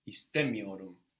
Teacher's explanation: The accent that comes on the syllable before that negative me or ma is actually what alerts your ear to the fact that we are in the negative, much more than that little m, which is such a small thing to be heard.